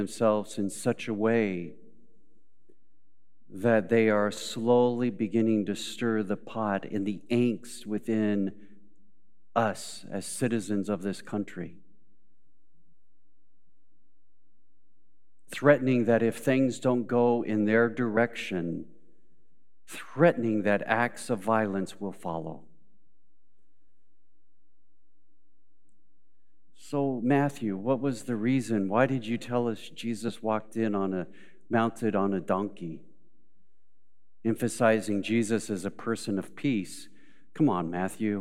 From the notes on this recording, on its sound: Recorded live at Beatitudes Church in Phoenix, AZ on 4.2.23